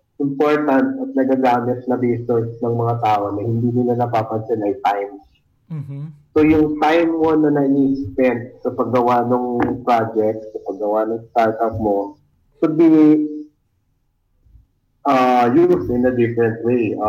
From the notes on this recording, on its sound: The audio is kinda lossy because, we are having a bad connection while recording this episode.